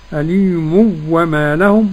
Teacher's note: عدم الغنة لخلف عن حمزة